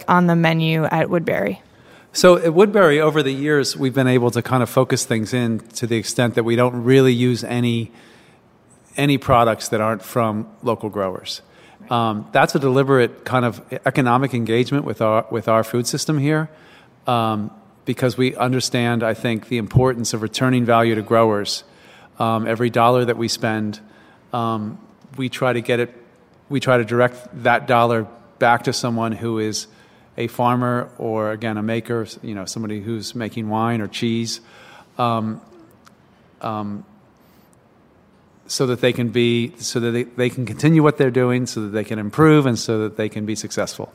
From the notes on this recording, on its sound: recorded at an empty Woodberry Kitchen in Baltimore